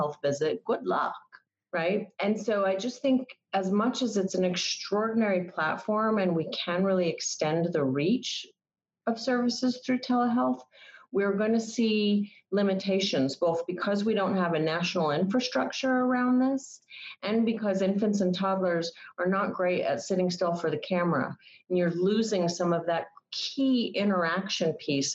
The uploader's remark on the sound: We’re recording this podcast today on a video call, so the sound quality may be different from what you’re used to hearing when we typically record this podcast in the studio.